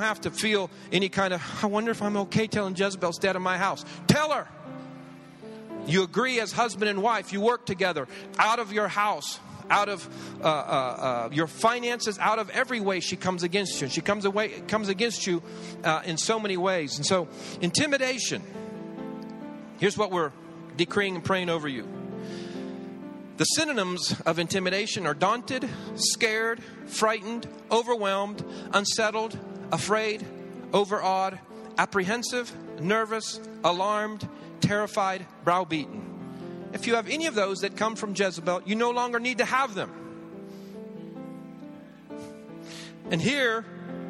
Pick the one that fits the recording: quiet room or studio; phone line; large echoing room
large echoing room